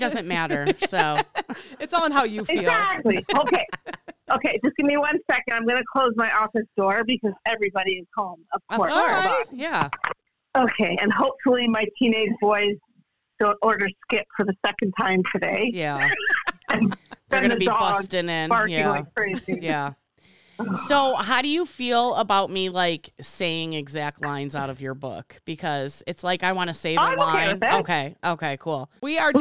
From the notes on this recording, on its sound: Phone Interview!